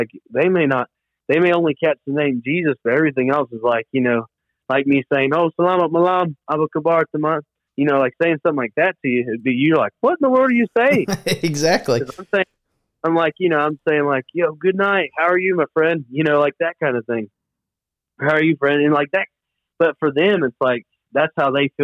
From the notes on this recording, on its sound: This week, we put together a phone interview.